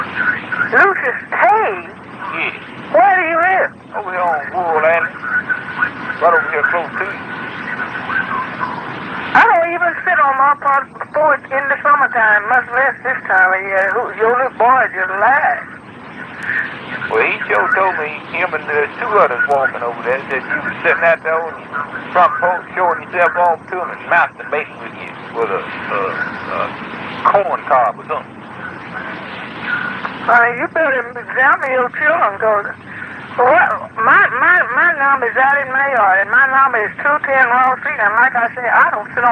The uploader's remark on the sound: Prank Phone Calls